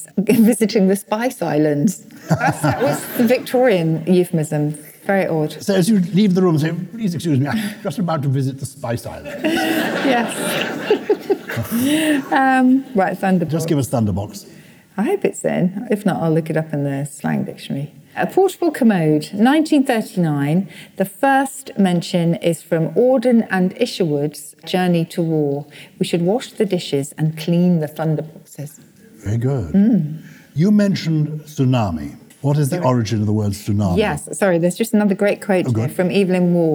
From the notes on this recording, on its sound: We are live and direct from Salisbury Playhouse!